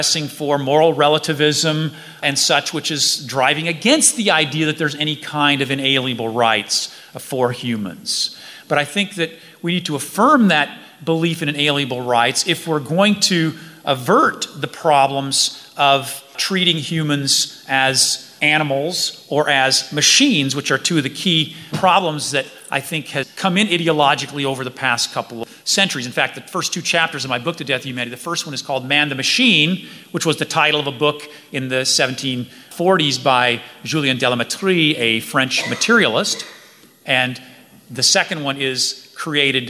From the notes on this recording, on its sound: A panel discussion from FreedomFest 2018.